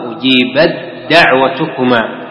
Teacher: لاحظوا معي الإدغام، أجيبت دعوتكما، إدغام التاء في الدال إدغاما كاملا